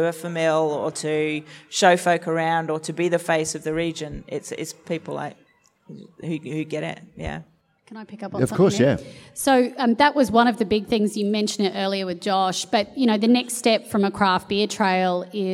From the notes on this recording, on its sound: This panel discussion was recorded as the recent Western Australian Brewing Conference in Perth. Brews News was able to attend to host and record these panels.